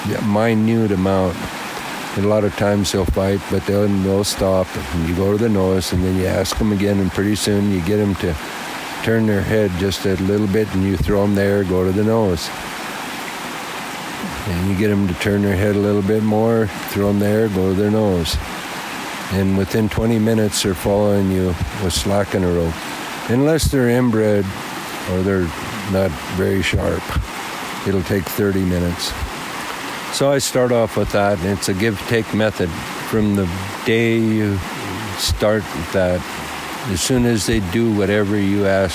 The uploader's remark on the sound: This interview was recorded in a cedar forest on the edge of Jocko Creek during a light rain storm. This episode was recorded on location in collaboration with Xplorer Maps .